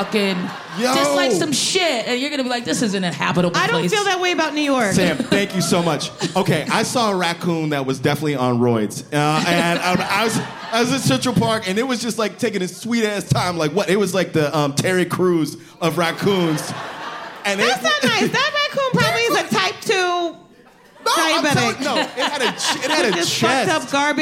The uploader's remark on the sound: Live at the Bell House BK (Where else?!). This episode was recorded before the SAG-AFTRA strike.